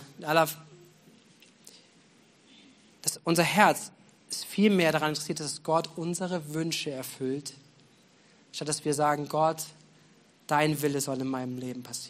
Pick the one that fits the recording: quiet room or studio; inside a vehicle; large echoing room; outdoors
large echoing room